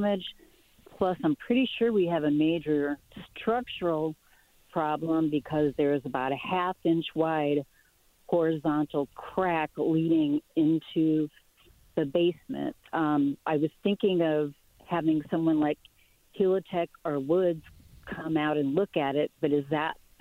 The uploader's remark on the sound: More Phone Calls